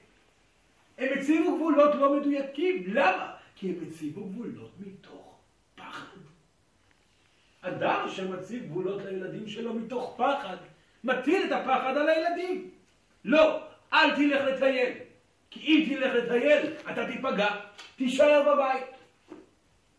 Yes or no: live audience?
yes